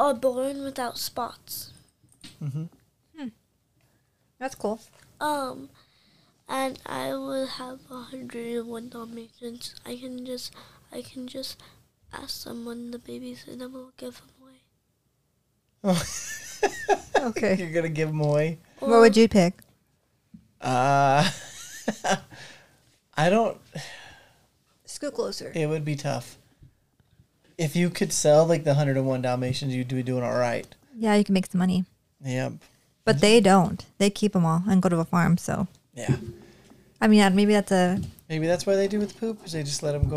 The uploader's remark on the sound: We apologize for all the extra noise that comes with our crazy kiddo.